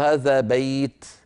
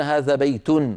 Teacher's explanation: إذن في الرفع يحذفون التنوين ويقفون بالسكون · Shown in: first take